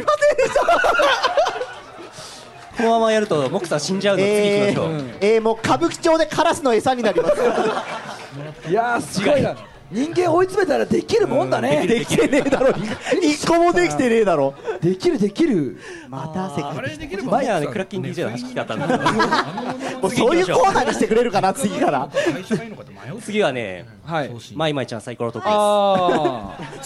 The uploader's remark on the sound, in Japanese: ニコニコ生放送で公開録音したものを配信いたします。Ｍａｃから聞いたことのないエラー音。